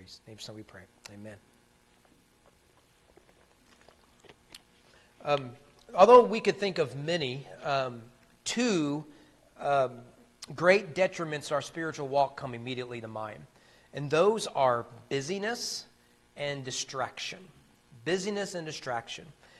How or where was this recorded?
large echoing room